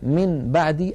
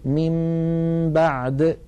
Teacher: إذن عندما يأتيني نون ساكنة بعدها باء أو يأتيني تنوين بعده باء، من بعدي بدل أن أقول من بعدي أقلب النون إلى ميم ثم أمط غنة تلك الميم المقلوبة · Shown in: second take · فأقول من بعد.